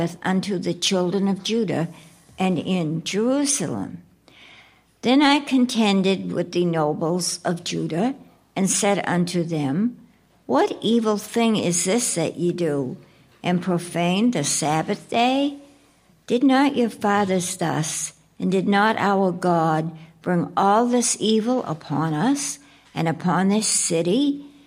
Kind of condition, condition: setting, large echoing room